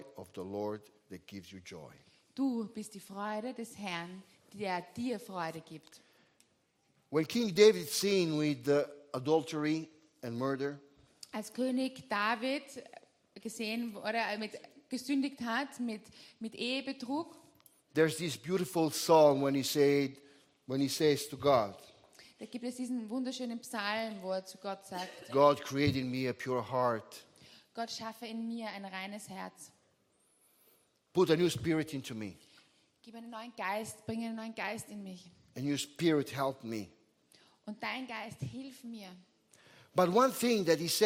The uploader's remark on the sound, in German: Gottesdienst live aus der LIFE Church Wien.